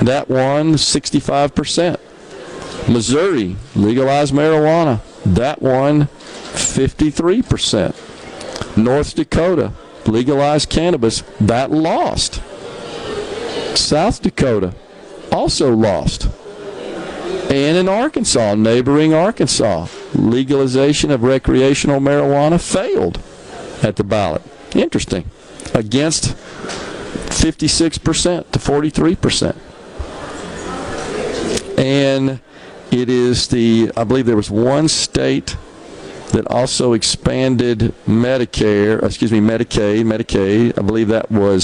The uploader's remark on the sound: LIVE from the Accelerate Technology and Innovation Event today from the Westin Hotel in downtown Jackson